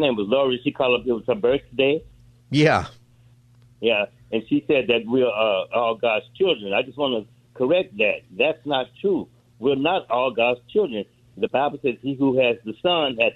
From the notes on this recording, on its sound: We also continue open phone Friday.